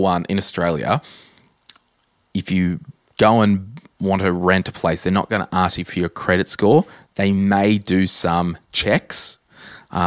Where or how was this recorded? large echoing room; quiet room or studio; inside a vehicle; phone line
quiet room or studio